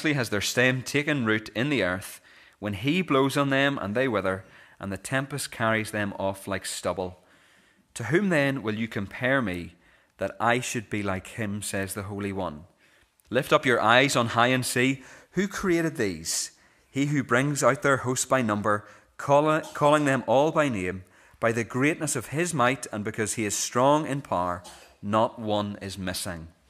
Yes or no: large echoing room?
yes